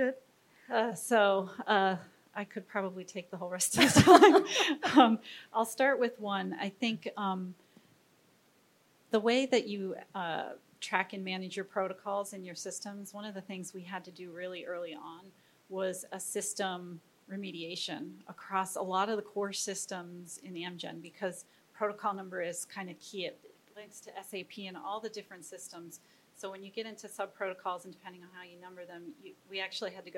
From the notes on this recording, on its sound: This is a session recorded from DPHARM 2022.